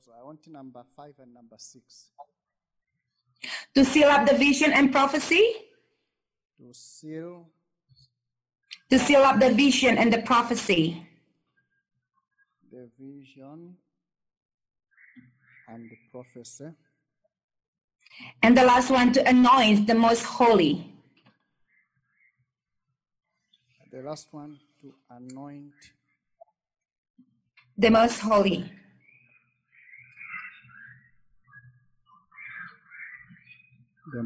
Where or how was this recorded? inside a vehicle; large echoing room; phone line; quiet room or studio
large echoing room